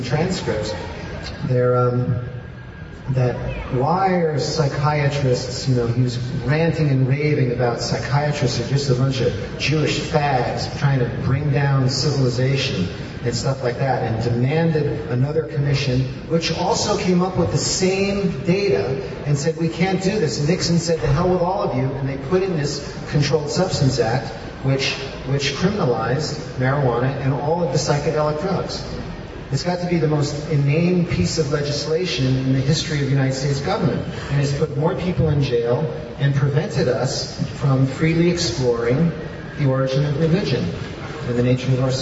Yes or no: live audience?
yes